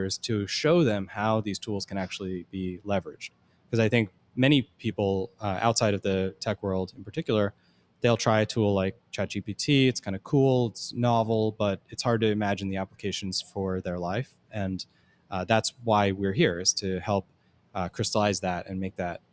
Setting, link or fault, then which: setting, busy venue